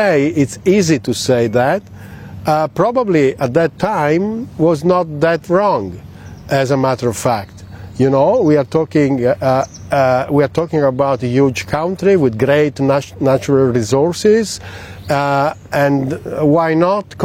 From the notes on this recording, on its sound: We are live on the shores of Lake Como